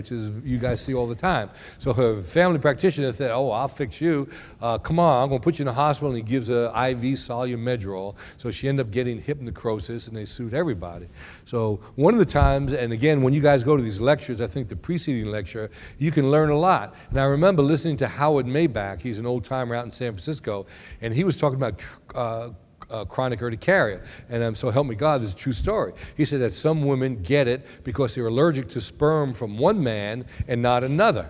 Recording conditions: live audience